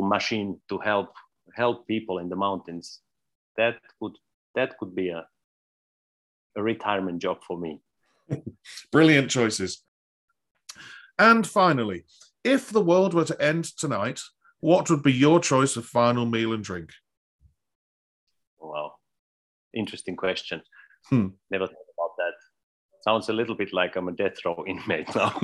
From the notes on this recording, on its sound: This interview was recorded on 26th May 2022 via Zoom.